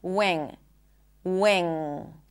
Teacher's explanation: as you can hear, I do not pop the G. Wing. There is no G sound. · Term: NG sound